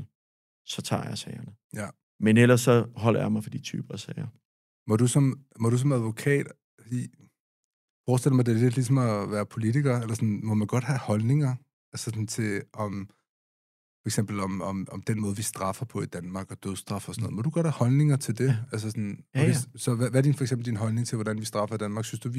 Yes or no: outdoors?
no